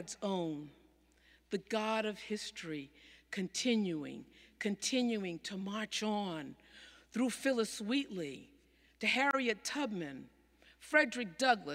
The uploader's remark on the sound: Sermons from Old South Church in Boston